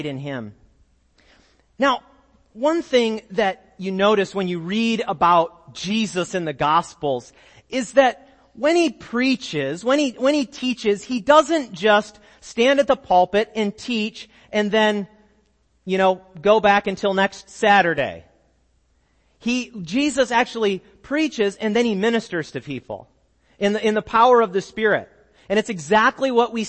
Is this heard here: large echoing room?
yes